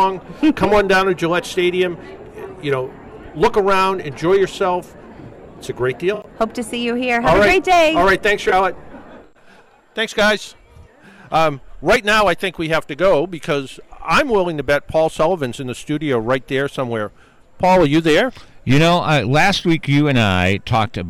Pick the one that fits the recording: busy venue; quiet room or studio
busy venue